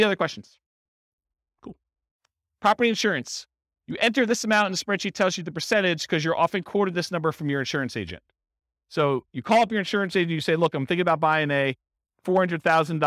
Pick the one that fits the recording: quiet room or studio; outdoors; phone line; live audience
live audience